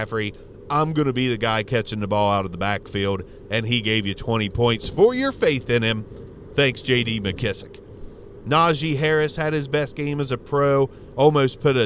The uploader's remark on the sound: In The Car